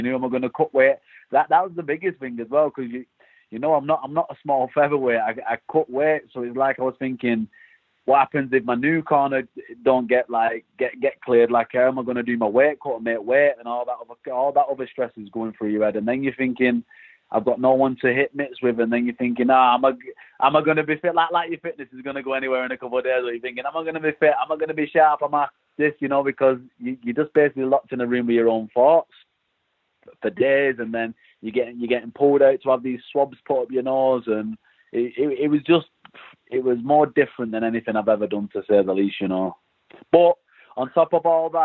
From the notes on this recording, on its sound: hopped on the phone with one of the British contingent on the Bellator MMA roster